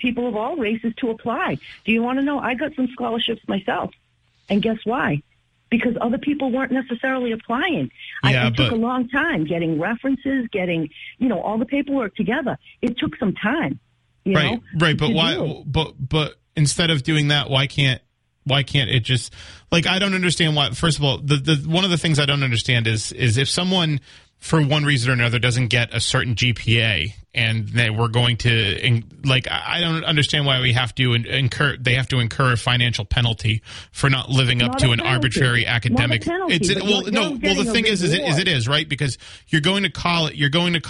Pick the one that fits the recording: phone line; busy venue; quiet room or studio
phone line